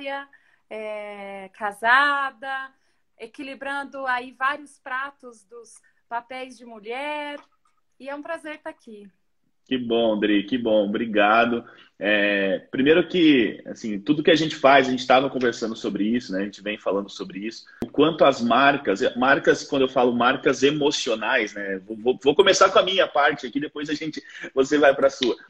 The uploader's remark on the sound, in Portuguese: em uma live no instagram